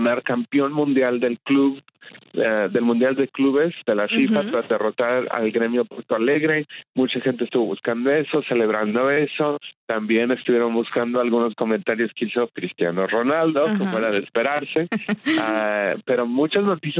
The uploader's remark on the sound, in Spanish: Desde Atlanta se conecta vía telefónica.